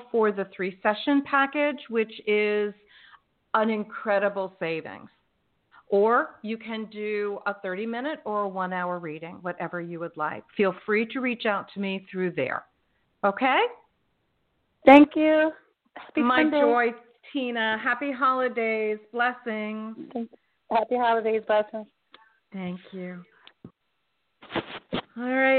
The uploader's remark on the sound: In response to callers' questions.